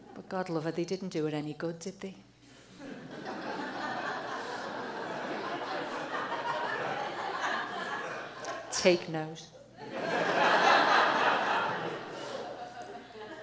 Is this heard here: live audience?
yes